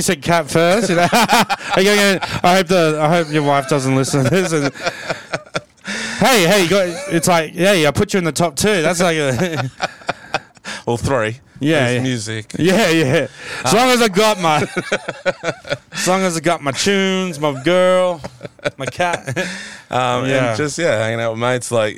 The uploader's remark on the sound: Two large men recording a podcast in a car!